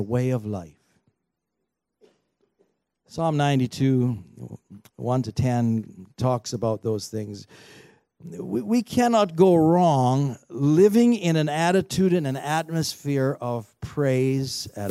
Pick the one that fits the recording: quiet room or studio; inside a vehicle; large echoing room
large echoing room